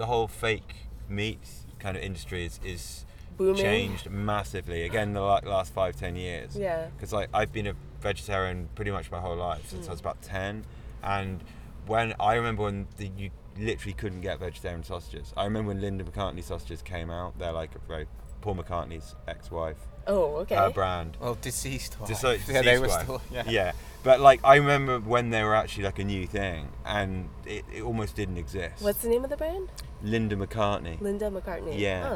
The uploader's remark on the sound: Recorded September 19th, 2016 at the Middle East in Cambridge, MA